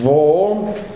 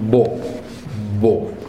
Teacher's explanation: existió la diferencia entre vo, labio dental, vo, y la labial, vo, vo